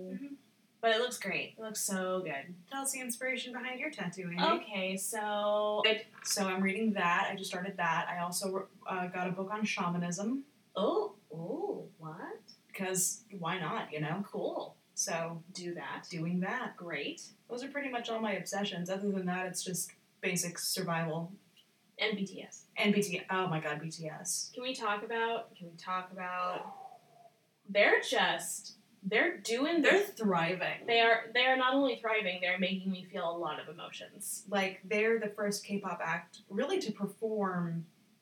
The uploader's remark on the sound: Apologies for the sound quality. We had to adjust to a new but temporary recording space. Enjoy the sounds of us in a fish tank.